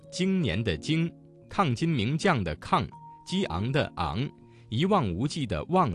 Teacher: 要注意发音时由元音向鼻附音过渡，逐渐增加鼻音色彩，最后形成鼻附音 · Term: 后鼻韵母